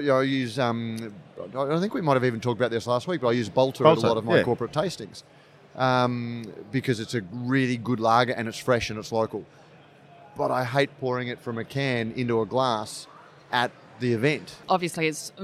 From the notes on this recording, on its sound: This week's episode was recorded at BrewCon 2018. The expansive event in Sydney this year.